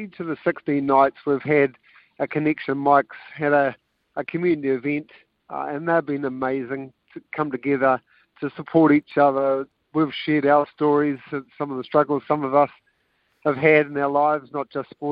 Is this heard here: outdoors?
yes